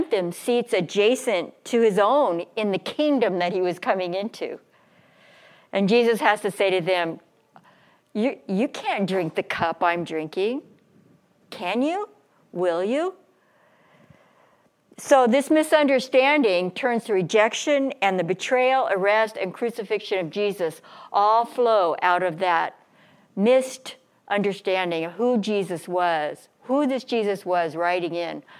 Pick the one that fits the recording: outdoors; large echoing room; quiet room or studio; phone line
large echoing room